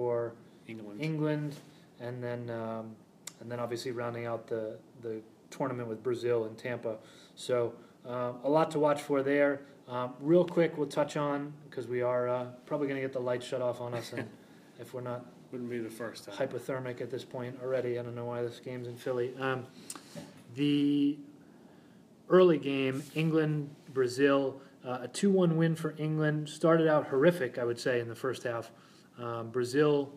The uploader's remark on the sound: Live from the SheBelieves Cup